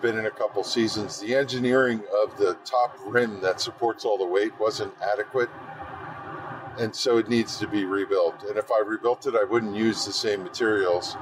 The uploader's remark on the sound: In the Car.